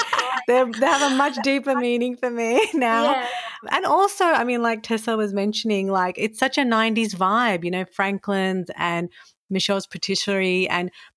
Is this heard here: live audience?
no